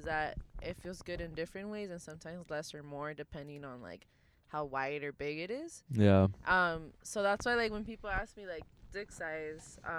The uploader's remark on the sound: This pod is just 3 Latin X's just vibin' in a latesla (latino + tesla).